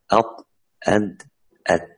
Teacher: طرف اللسان مع أصول الثنايا العليا ويخرج منه الطاء والدال والتاء، وتسمى هذه الحروف نطعية.